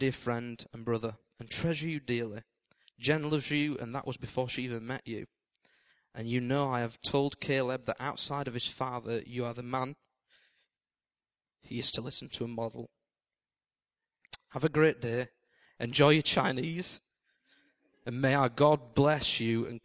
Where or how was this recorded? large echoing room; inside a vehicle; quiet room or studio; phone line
large echoing room